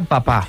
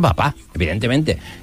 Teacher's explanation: En papá, esa segunda P lleva un poquito de la carga de cómo teníamos la boca en la A, y no será lo mismo entonces la A, que escucharemos a distancia bien, que pronunciaremos cuando lo que hay antes es una P, que la que pronunciaremos cuando lo que hay antes es una B. · Term: coarticulación